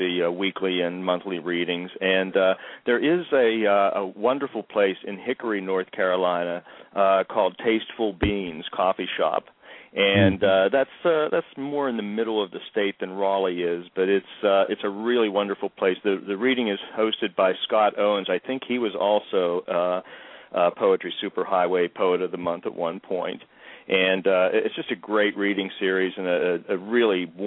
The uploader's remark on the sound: A couple of poets who had poems in the Poetry Super Highway's recent Holocaust Remembrance Day issue also called in to read their work.